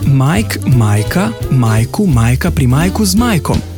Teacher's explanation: Ime Mike se sklanja Mike, Majka, Majku, Majka pri Majku z Majkom. Samoglasnik E na koncu besede je neobstojen in pri sklanjanju izgine.